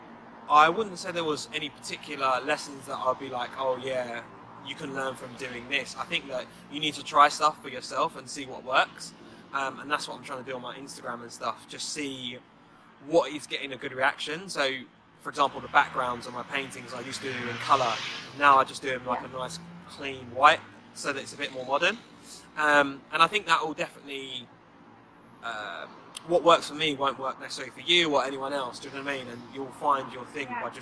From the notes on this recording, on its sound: You’re going to hear a little background noise in this episode so please excuse that. We recorded this mid-day at 2:00pm UK time, which was 8:00am central Midwest. Take a break from filming to hop on this interview.